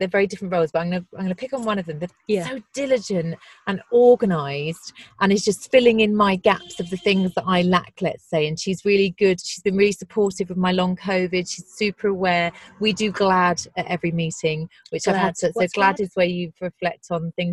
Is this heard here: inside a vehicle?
yes